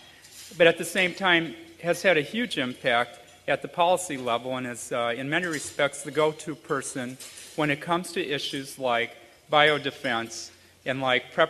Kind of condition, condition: setting, live audience